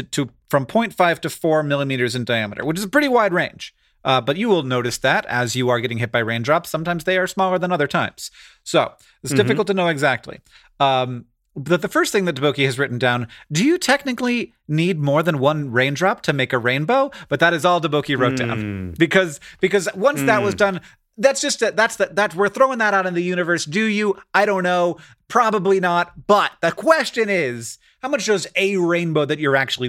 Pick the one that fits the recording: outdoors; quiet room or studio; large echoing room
quiet room or studio